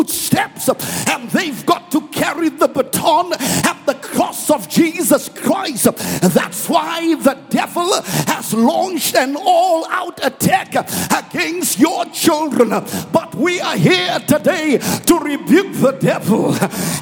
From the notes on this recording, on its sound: preached at Grace Bible Church Pimville on the 06th of June 2021